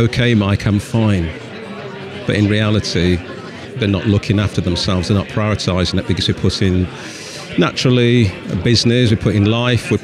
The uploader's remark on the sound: Recorded at the South Yorkshire Expo in Sheffield in May 2023.